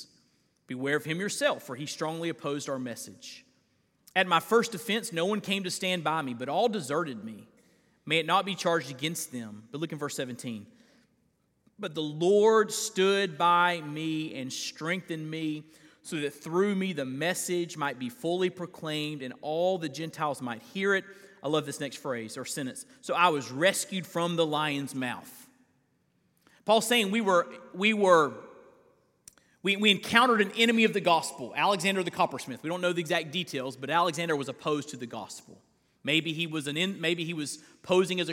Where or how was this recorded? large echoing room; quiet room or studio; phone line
large echoing room